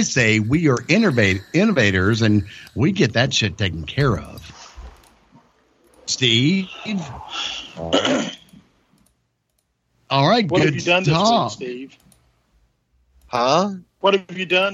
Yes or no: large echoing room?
no